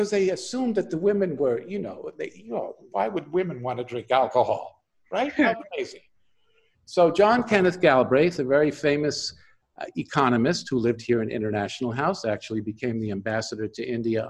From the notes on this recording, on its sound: This interview was conducted over Zoom